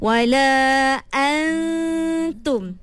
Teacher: Kita kena ambil sifat dengung. Maksudnya wala dengung kena pinjam daripada nun. Tapi jangan zahirkan nun tu. Kita kena terus pergi pada ta. · Term: ikhfa